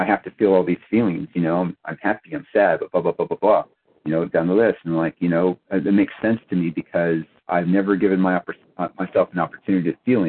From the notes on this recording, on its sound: 100 Pounders Phone Meeting